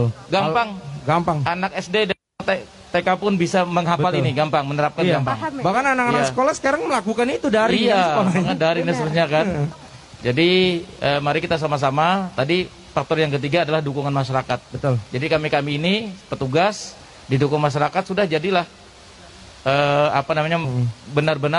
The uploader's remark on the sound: Perbincangan sore live dar Plaza Balikpapan.